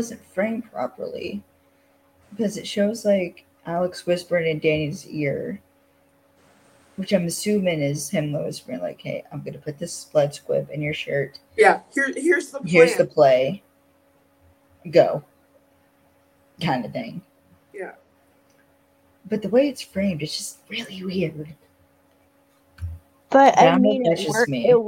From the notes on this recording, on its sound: Fair warning this episode has a lot of technical issues cause that's just how the day went.